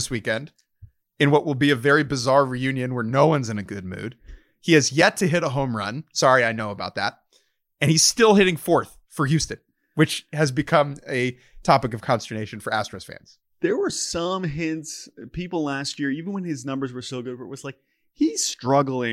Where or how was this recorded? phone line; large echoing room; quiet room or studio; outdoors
quiet room or studio